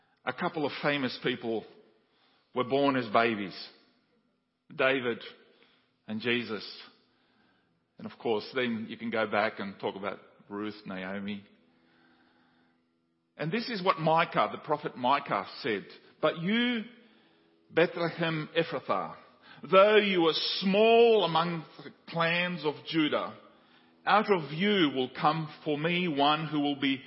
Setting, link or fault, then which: setting, large echoing room